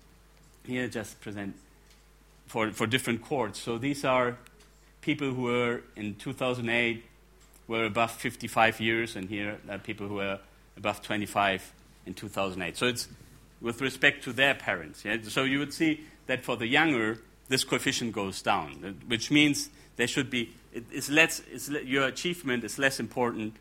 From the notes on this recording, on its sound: gives the second talk in the fourth plenary of the The Emerging Middle Class in Latin America: Causes, Challenges and Opportunities conference.